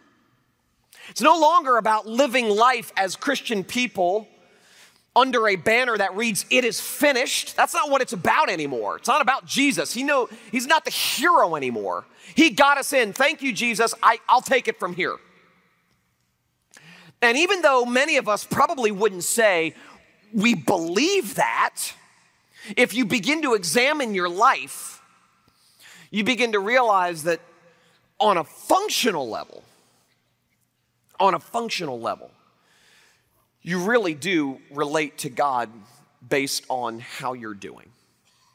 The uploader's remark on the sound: Liberty University Convocation, 2012